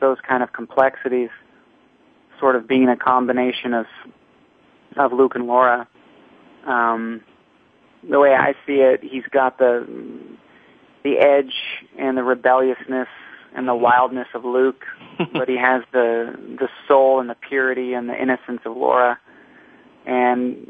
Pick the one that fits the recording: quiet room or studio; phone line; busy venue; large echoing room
phone line